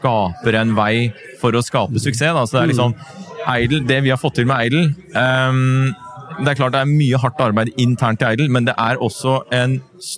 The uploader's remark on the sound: S4 EXPO LIVE]